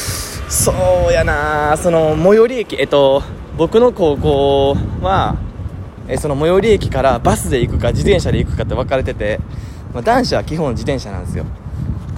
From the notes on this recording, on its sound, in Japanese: 歩きながら撮ってみました。かなり息切れしました。